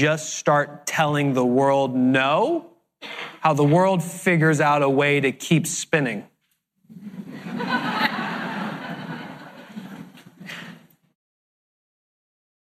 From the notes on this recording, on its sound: Today we are sharing the Q&A session that took place after the keynote